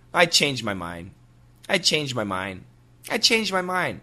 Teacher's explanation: You do not hear the D.